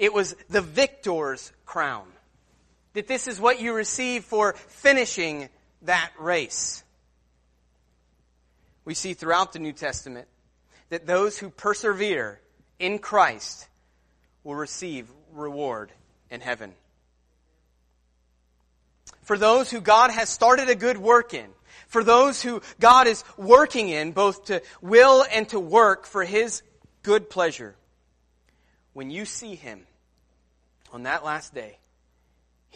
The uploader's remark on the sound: Sermon Preached at Christian Fellowship Church Peru, In on Sunday, November 3rd